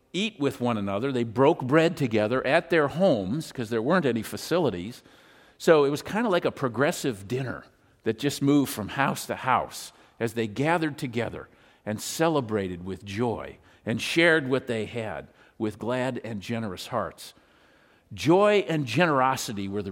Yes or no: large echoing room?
yes